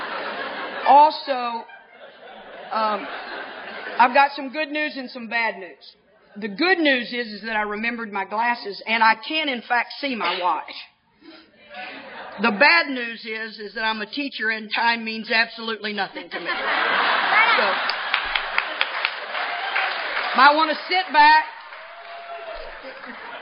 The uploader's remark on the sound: speaking at the eighth annual Cornhusker Roundup in 2005